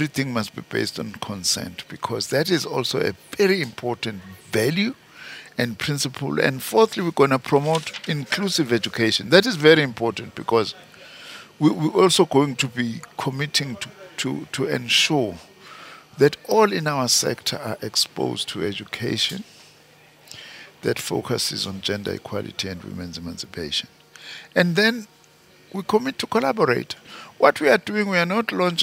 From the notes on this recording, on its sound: Live broadcast from Birchwood Hotel in Boksburg where Minister for Higher Education, Science and Innovation is hosting the inaugural Transforming MENtalities Summit.